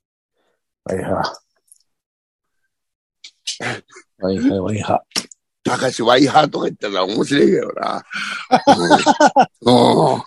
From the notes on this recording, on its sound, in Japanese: ZOOMで収録